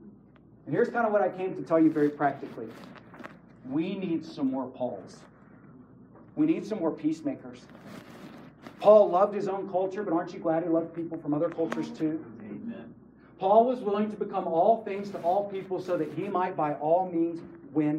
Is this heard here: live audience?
yes